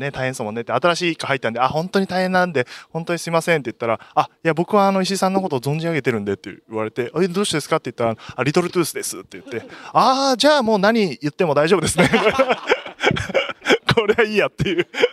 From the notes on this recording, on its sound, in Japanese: 東京国際フォーラム。一回きりのリハーサル中に収録。フォーラム内を練り歩きながら録りました。